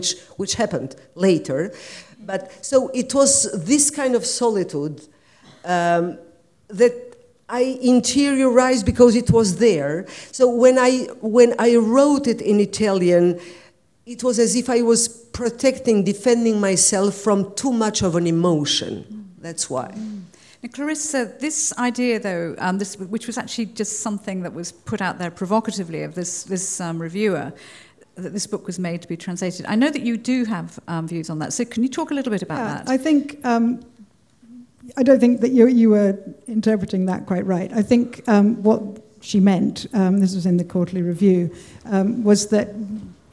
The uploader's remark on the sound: this wonderful recording from the BCLT Summer School 2019